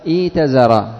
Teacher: إذا ابتدأت بالهمزتين ستبدل الهمزة الثانية من جنس حركة ما قبلها، حركة ما قبلها الكسرة، فستبدل الهمزة الثانية ياء